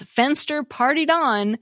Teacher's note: But in the sentence, "Fenster partied on," the particle on does get stressed · Term: particles